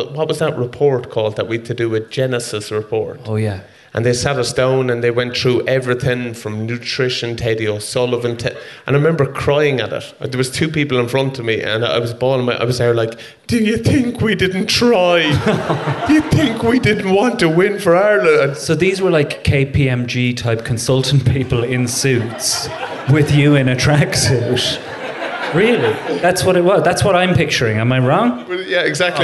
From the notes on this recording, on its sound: in front of a sold out Sugar Club at the Dublin Podcast Festival